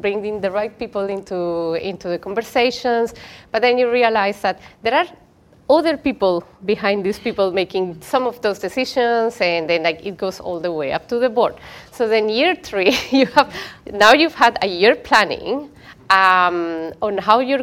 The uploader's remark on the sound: We were invited to host the panel at Product Party with Octopus Ventures, so we figured we would record it and share with you all! Record the podcast with a live audience.